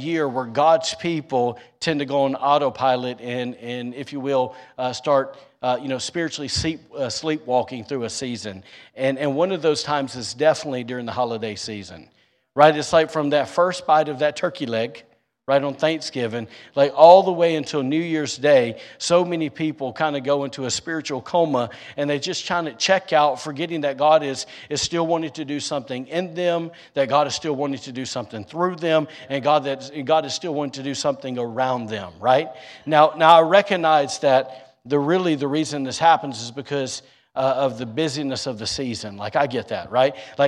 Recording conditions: large echoing room